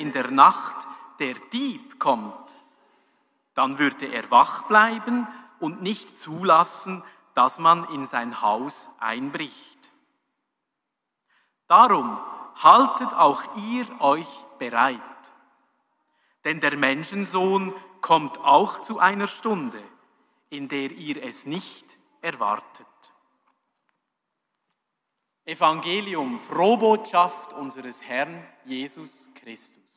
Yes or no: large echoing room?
yes